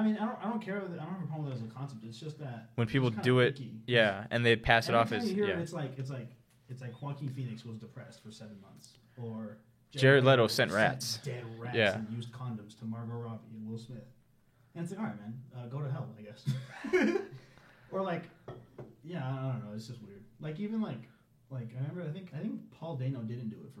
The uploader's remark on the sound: Fought with some technical difficulties and unfortunately, the technical difficulties won. The audio quality may be terrible this episode.